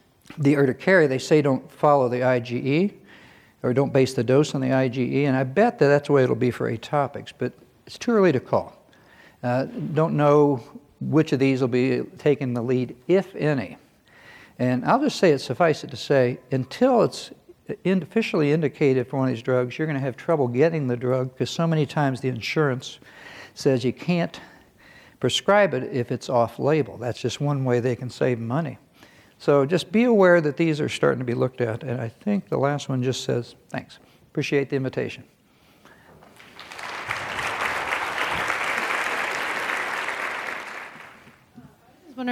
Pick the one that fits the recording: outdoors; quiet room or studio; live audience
live audience